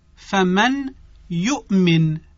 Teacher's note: چون نون رسیده به حرف یا از حروف یمون هست، ادغام با غنه صورت میگیره